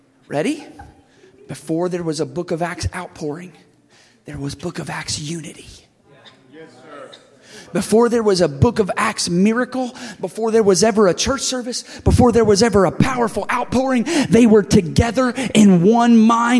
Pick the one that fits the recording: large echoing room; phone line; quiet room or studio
large echoing room